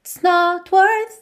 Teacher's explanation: esse it tem que estar aí, mas você quase não ouve, tá? Até porque, como ele contraiu it com is e o not, que é a palavra de negação, ficou fora da contração, não ficou it isn't, e sim it's not, o not acaba ganhando o peso, tá?